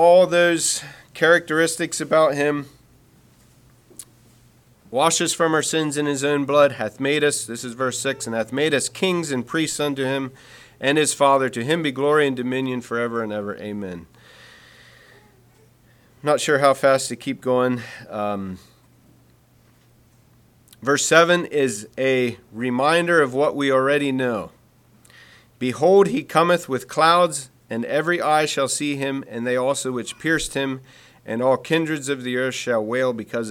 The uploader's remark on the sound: Message preached at Word of Hope Mennonite Church